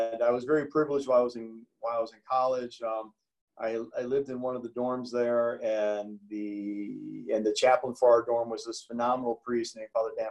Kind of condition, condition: link, video call